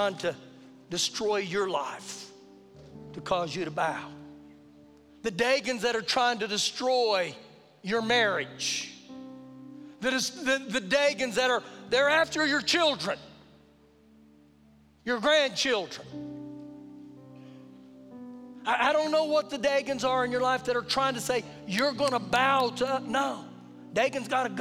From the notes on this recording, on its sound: Recorded live during our Sunday morning service